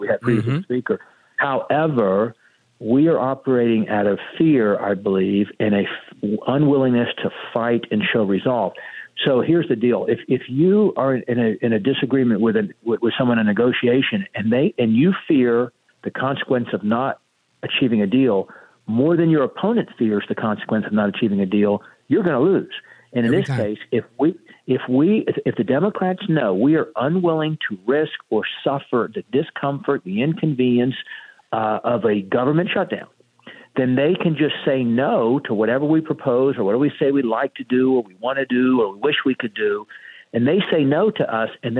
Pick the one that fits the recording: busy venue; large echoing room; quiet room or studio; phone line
phone line